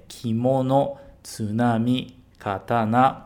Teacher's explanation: O brasileiro tende muito, né, a puxar sempre a palavra do meio, do tipo kimono, katana, tsunami, mas em japonês não é assim.